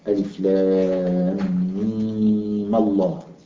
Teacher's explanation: مراعاة لتفخيم لفظ الجلالة فتخلص من التقاء الساكنين بالفتح في هذا المثال